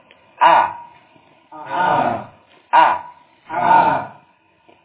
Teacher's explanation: Alif, ya, setelah fathah makhrajnya di al-jawf. Adapun hamzah makhrajnya di halq, yakni di aqsa al-halq atau pangkal tenggorokan. · Term: huruf hamzah